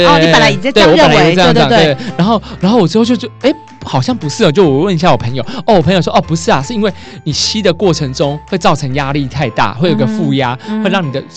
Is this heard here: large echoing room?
no